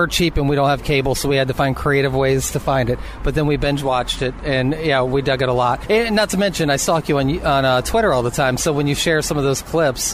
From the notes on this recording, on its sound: sat down outside a cute little cafe in Los Angeles